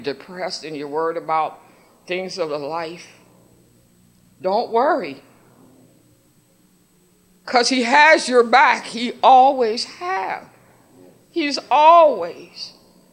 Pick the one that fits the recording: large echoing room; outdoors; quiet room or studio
large echoing room